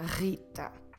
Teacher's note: in Portuguese, Rita, with a rolled R here in your throat